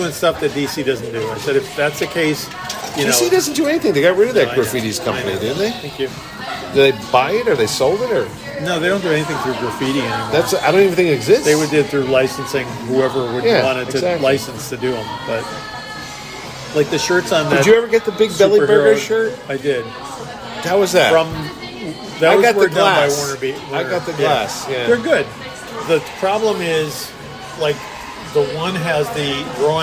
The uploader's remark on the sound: This 90 minute off the rails conversation is once again recorded at Colony Grill in Fairfield, CT.